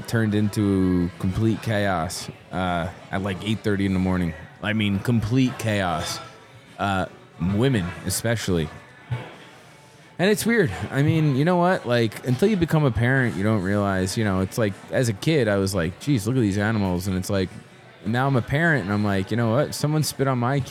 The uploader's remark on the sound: This episode was recorded live in the lobby of the Arrras Hotel in Asheville, NC.